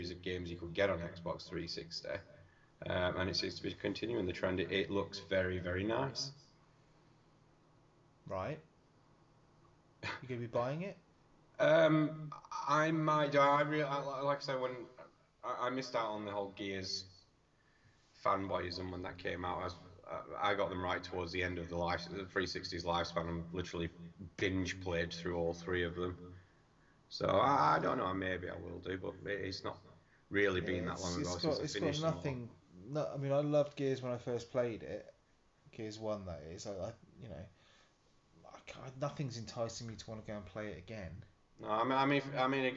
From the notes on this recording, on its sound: Only let down by some audio echo I'm afraid.